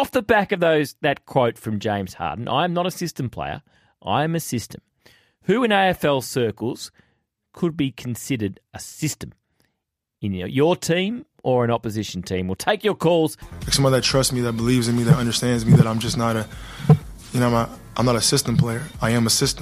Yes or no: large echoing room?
no